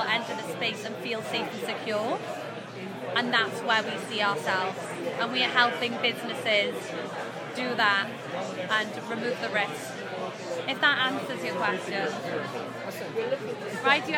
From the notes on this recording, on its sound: This episode is an interview captured from The Blockchain Futurist 2022 Conference in Toronto.